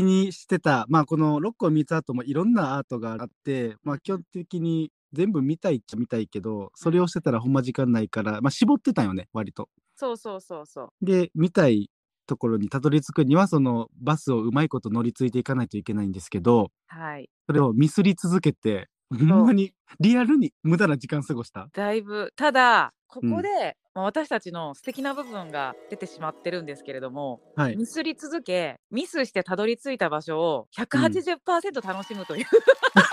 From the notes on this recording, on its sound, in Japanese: 六甲ミーツアートに行っていきました〜。初のお外収録。生で撮ったネイチャーなジングル。